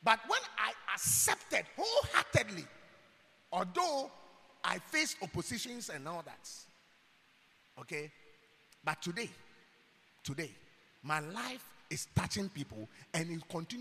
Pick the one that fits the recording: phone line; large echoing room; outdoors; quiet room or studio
large echoing room